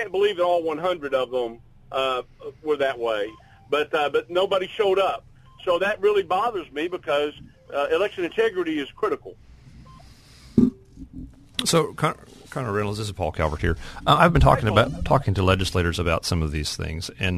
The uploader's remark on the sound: The Monday morning power panel got the week started with call ins.